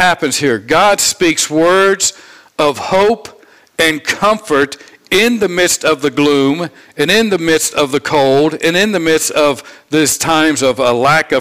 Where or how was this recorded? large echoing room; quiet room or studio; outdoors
large echoing room